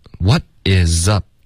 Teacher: 特的音省略了，导致一个干脆的停顿